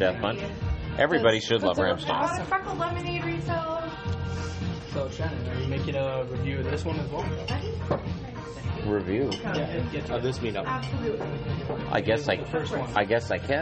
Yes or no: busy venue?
yes